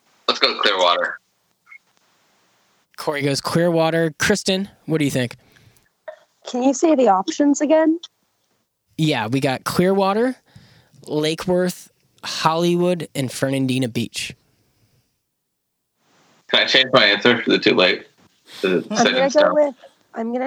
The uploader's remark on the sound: The Just In News Podcast team gets together (over the phone, of course).